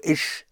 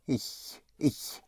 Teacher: I is spelled I C H, pronounced ich. It's a very soft uh, sh sound. So instead of ish, make it ich, ich. · Shown in: second take · Term: the ch